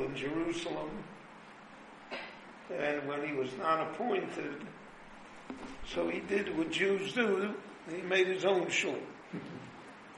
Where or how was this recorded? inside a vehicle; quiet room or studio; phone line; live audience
live audience